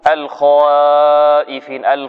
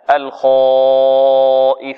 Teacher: نبهنا عن بعض الأخطاء، قلنا إن هناك من يرقق الألف بعد حرف الاستعلاء، يقول مثلا قال الخائفين، وهذا منطوق عند بعض الطلاب، يقول الخائفين، هذا خطأ. فينبغي على القارئ أن يقرأ الألف مفخمة بعد حرف الاستعلاء · Shown in: second take · سواء كانت بمقدار حركتين أو أربع حركات أو ست حركات، هكذا الخائفين.